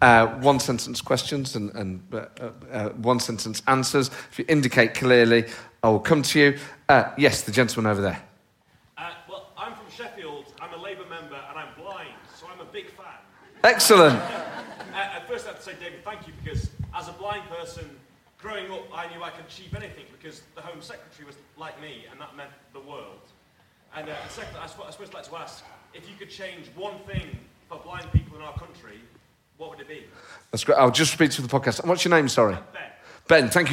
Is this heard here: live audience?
yes